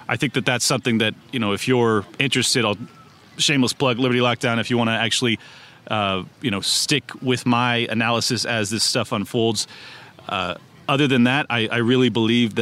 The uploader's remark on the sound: wanders around PorcFest 2022, shoving a microphone in people's faces to get their thoughts